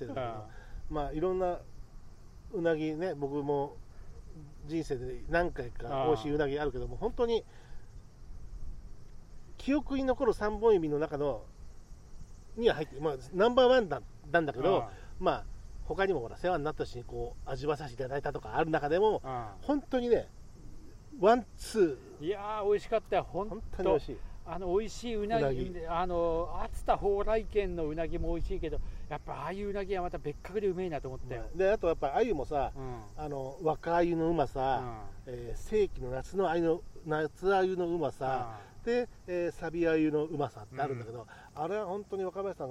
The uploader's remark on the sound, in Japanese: 午後の河原にて。時折風の音が混じってお聞き苦しいところもあると思いますがご容赦ください。